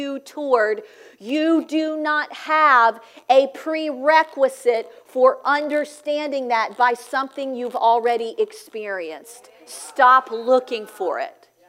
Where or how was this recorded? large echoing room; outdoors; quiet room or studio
large echoing room